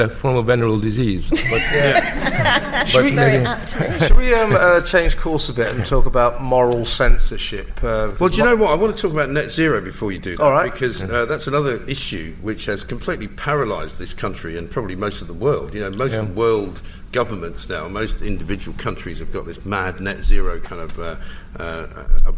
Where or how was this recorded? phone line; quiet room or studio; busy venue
busy venue